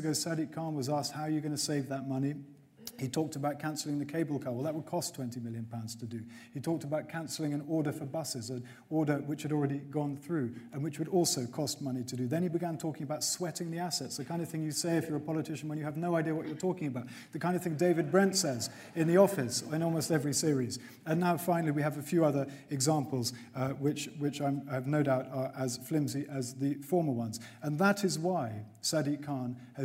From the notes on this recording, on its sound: mayoral hustings, where London's mayoral candidates traded blows on stage